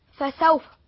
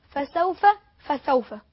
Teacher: في كلمة فسوف يدعو ثبورا أنت قلت فسوف طلعت لسانك في السين والسين ما بيطلعش فيها لسان · Shown in: second take